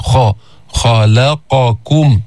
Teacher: الخاء من أدنى الحلق حرف مستعلي، حرف مهموس لأنه من حروف فحثه شخص سكت، بيطلع النفس عند النطق به، بس في استعلاء الخاء، بس ما في إطباق، منه مثل الضاد، منه مثل الطاء، ما في إطباق، يعني اللسان لا يلتصق بالحنك الأعلى، بيرتفع أقصى اللسان لأنه في استعلاء.